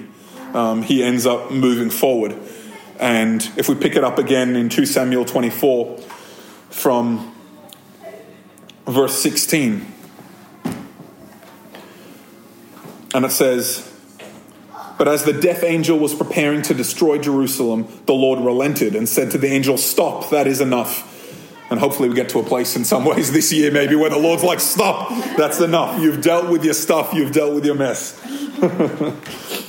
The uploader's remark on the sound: This episode of Thrive Community podcast was recorded at a Thrive Community gathering on 21st January 2023.